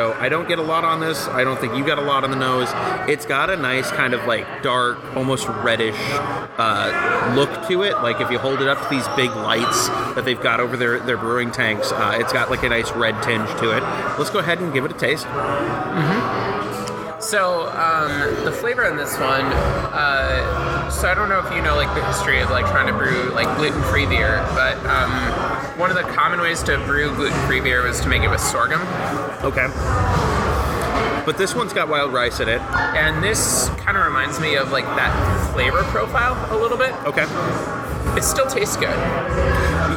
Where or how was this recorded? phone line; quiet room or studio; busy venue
busy venue